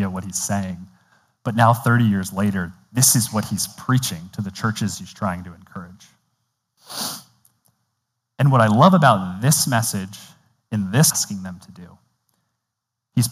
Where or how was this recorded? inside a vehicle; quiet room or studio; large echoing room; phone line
large echoing room